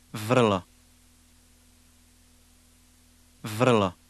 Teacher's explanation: Remember to roll the R.